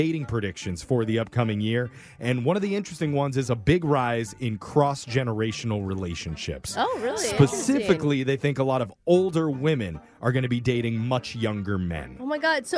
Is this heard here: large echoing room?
no